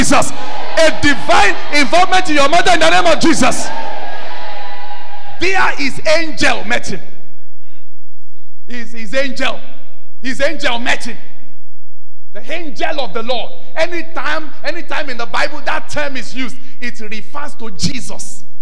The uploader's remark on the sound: Birthday Thanksgiving & Prophetic Service. Covenant Champions Global Assembly LIVE Service.